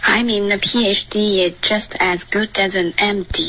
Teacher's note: 我们丢了一个 Z 的音 is 的 Z 丢了